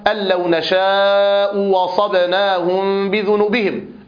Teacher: أبدلنا الهمزة الثانية واوا · Term: تسهيل الهمزة